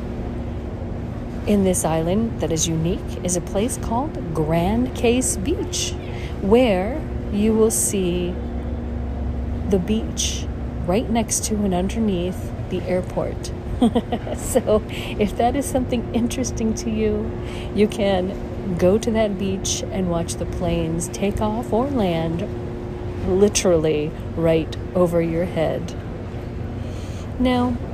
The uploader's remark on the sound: On Location Walk and Talk. Philipsburg, Sint Maarten.